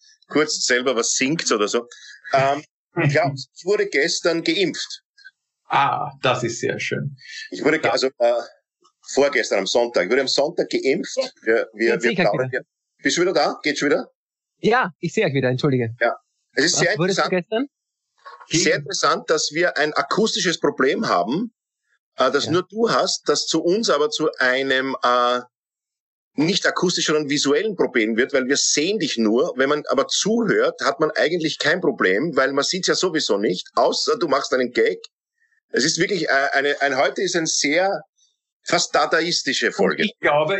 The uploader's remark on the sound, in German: indem sie einander via Skype am Abend beim Reden zusehen